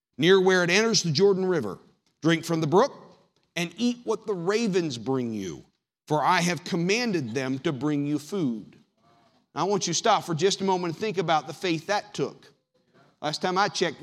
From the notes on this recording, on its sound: Sermon audio from the March 10th, 2019 worship service.